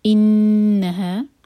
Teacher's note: انہا نون پر شدہ تو نون پر غنہ کیا جائے گا. نون کو ہولڈ کریں گے 2 سیکنڈس اور پھر ایک حرکہ لمبا.